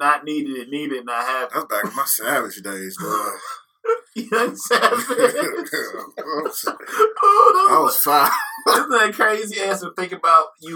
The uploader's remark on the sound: The sound this week is not our usual quality please excuse us